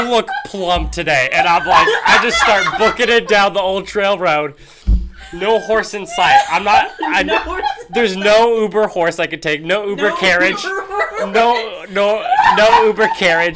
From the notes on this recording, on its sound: We apologize for a lot of loud noises, as the mic is being passed around. Our normal set up had to be temporarily moved due to some issues we talk about in the episode.